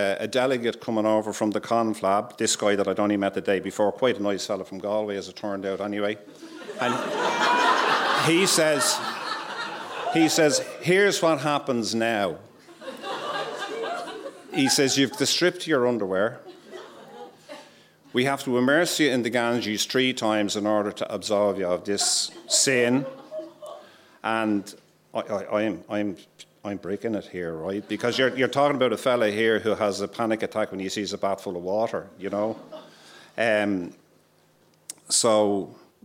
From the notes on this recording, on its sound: Recorded live onstage at our monthly Story Slam's in Dublin's Sugar Club